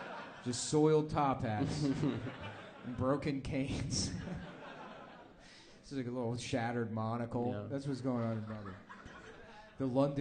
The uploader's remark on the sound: Brisbane (Live Show)